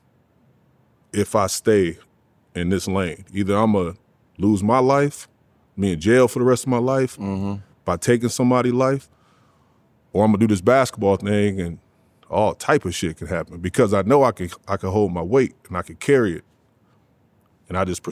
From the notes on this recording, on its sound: We live on location from XS Nightclub at Wynn Las Vegas.